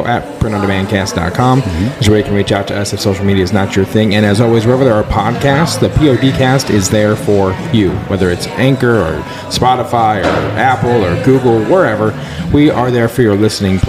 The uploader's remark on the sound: LIVE from Long Beach ISS